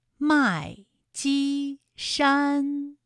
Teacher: 还有麦积山也是先四声，后面两个音都是一声